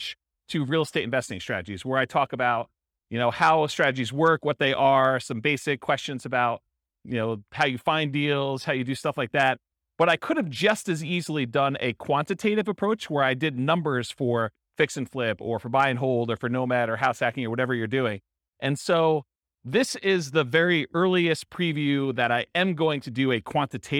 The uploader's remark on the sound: This was a live class recorded